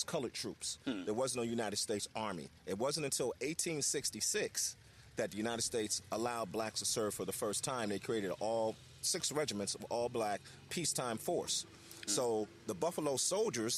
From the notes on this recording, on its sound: Fort Clark Days is an annual Living History Festival with hundreds of historians, live music, cannon fire, food vendors, and more! Took the show on the road and broadcasted LIVE from 9 am to 1 pm on Day 1 of the festival.